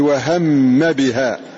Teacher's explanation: ولقد همت به وهم بها، الميم هنا مدغمة فيجب عدم إضغامها، وقولهم إضغامها مرض به إخفاؤها، لأن الميم عند الباء تخفى كما قال الناظم، وتسكن عنه الميم من قبل بائها فتخفى. فالميم إذا أسكنت قبل الباء أخفيت، ولكن تجوزا قالوا من باب وضعوها في باب الإضغام، وهي من باب الإخفاء.